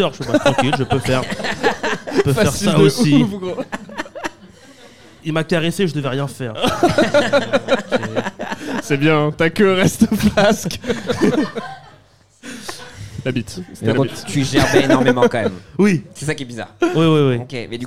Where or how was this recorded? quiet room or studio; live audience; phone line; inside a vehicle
live audience